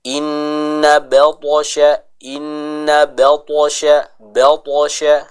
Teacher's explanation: huruf ta ini juga dihukumi atau disifati dengan sifat qalqalah, sehingga apabila dia sukun, ada suara yang harus kita pantulkan dari bacaan huruf ta tersebut